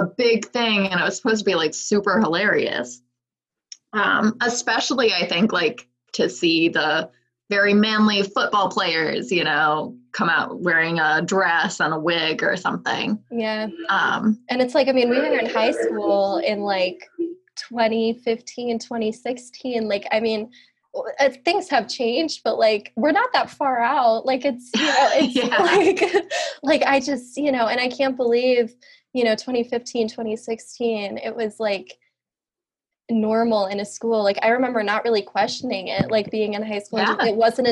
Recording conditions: video call